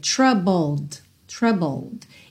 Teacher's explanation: como o E de troubled não é pronunciado, você tem o BL, bull, bull e depois o D